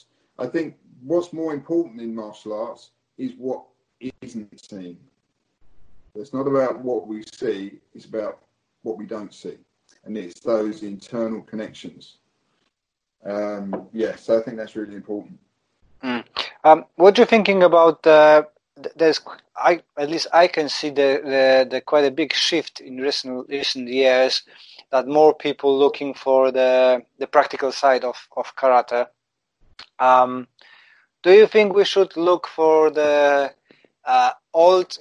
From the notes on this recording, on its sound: We had some technical problems but in a true spirit of Karate we managed to overcome it.